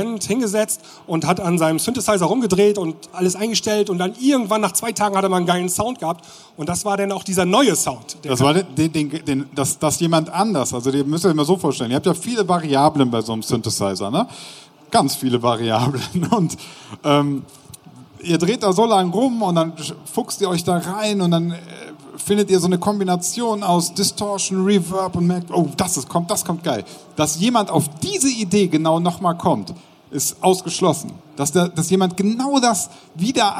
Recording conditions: busy venue